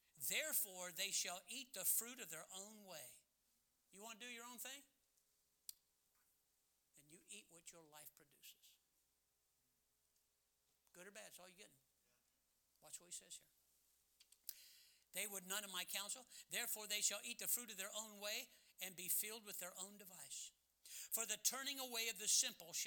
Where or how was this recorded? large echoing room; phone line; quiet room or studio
large echoing room